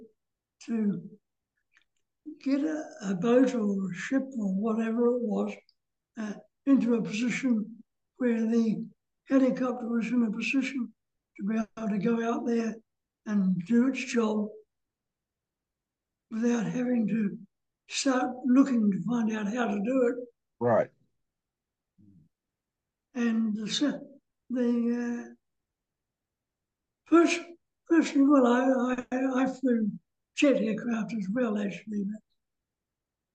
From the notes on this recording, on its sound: talks via Zoom